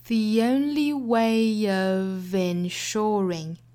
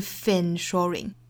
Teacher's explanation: OF 若读成 of，字母 F 对应的呢是浊辅音的 V 的发音 · Shown in: first take